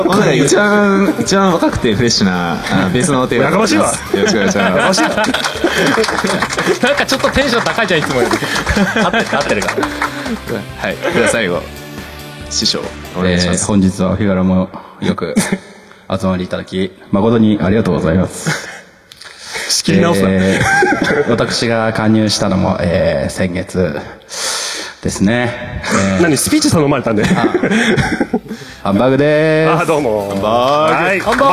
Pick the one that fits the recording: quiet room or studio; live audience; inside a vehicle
live audience